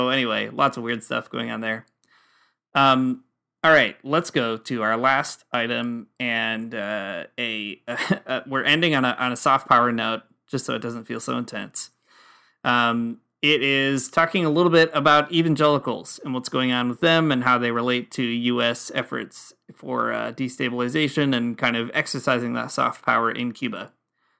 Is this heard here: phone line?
no